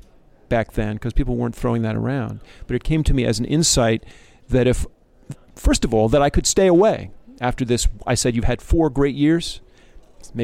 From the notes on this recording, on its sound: We're live from the 38th annual San Francisco Jewish Film Festival